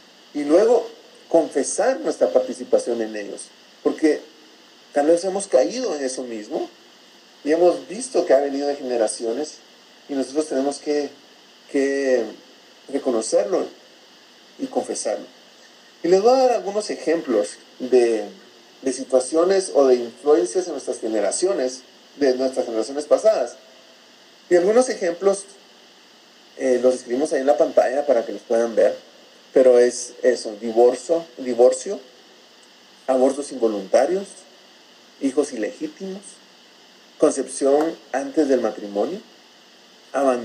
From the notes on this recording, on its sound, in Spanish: Por dificultades técnicas no pudimos tener una mejor calidad de audio. Nos disculpamos de antemano por la calidad del audio.